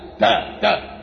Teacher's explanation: تلاقيها من طرف اللسان اعلى · Term: التيه